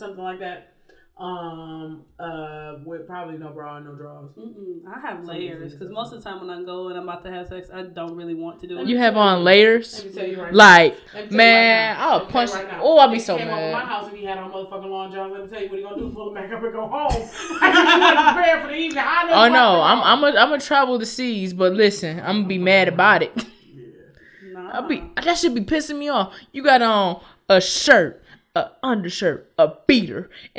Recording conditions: poor sound quality